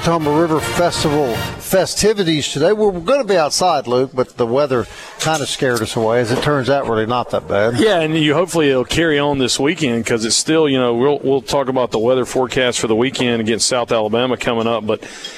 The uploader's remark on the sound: Broadcasting From Woolwine Ford Lincoln In Collins For The 2023 Okatoma Festival This Weekend